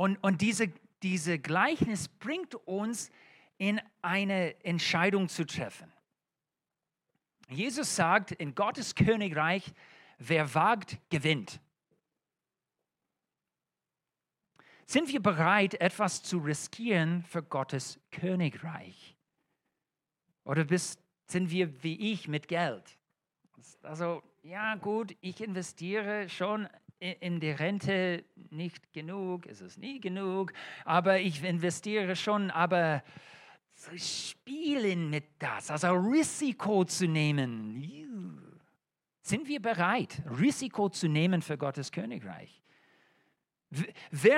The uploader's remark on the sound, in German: Allianzgottesdienst. In der Gemeinde Kaleo Schopfheim aufgenommen.